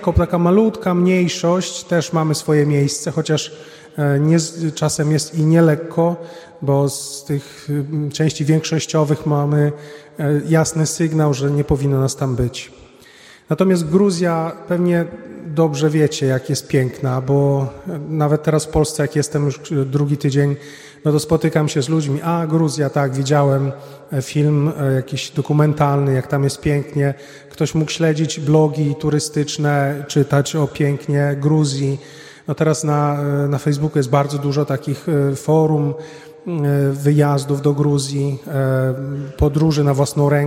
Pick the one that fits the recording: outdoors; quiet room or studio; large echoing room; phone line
large echoing room